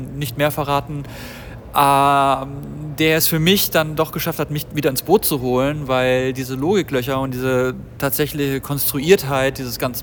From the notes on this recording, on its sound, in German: live von der Berlinale